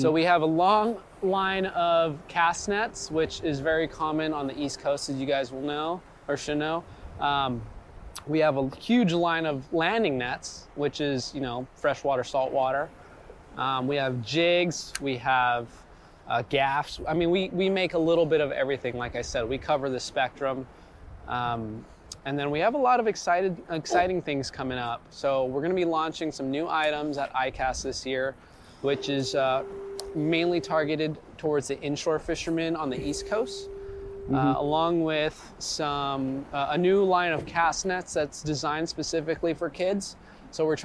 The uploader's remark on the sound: Recorded while fishing the LB Wall!